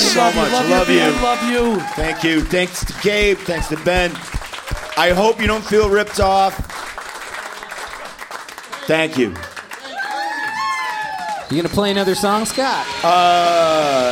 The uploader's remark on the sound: We decided to dip our toe into the whole LIVE podcast thing. Recorded live at the Gman Tavern in Chicago, IL. Some one-man acoustic jams.